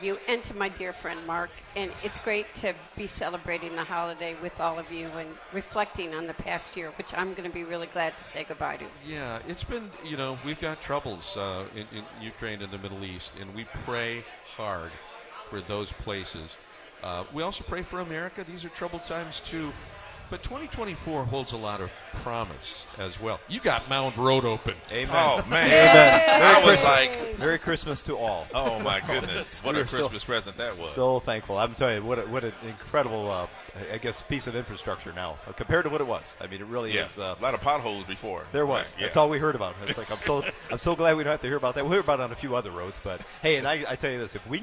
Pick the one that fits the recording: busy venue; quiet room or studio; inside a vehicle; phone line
busy venue